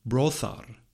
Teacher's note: The reconstructed form should be brothar, with a voiceless fricative in the middle